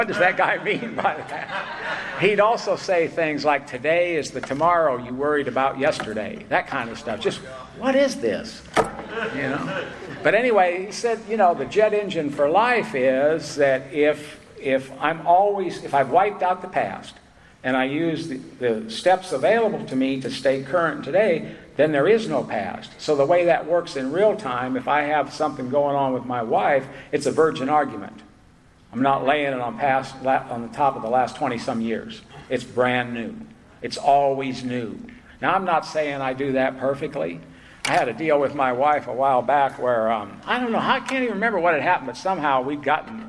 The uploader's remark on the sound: At Spring Into Action 2021. At the Spring Into Action Conference in Sanford NC.